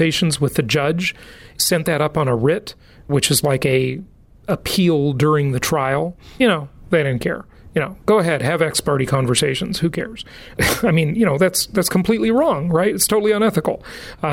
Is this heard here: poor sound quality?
no